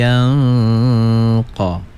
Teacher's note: Nun mati bertemu dengan qaf, ikhfa hakiki, digunnahkan dua harakat ya, kurang tadi gunnahnya ya.